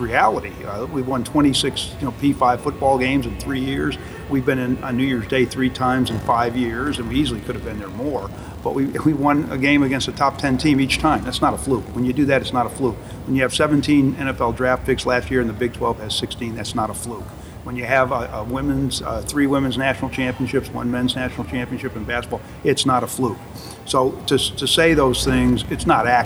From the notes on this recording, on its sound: In Mohegan Sun Arena at the American Athletic Conference Championships. Just ahead of the Championship Game.